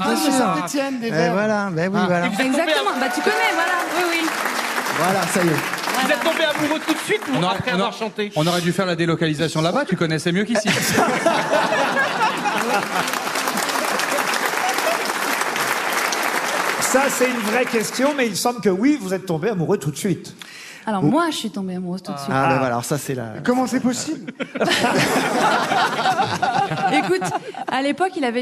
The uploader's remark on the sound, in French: En live depuis Roanne. Invité exceptionnel des Grosses Têtes à Roanne.